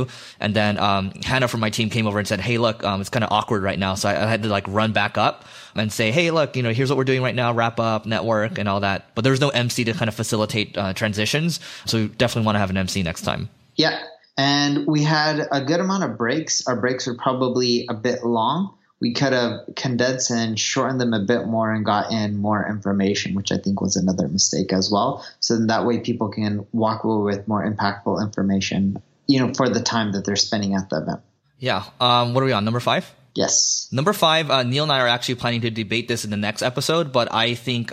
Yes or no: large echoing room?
no